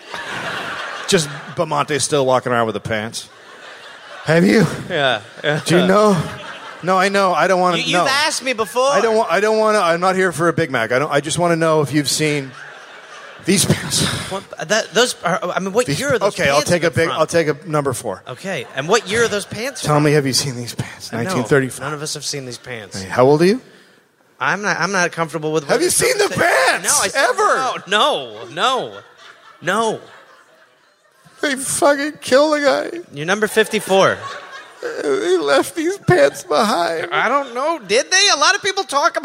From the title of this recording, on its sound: live in Seattle